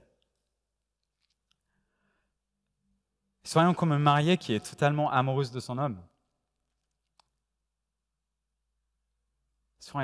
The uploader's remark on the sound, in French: Enregistré à l'église CVV, le 05/09/2021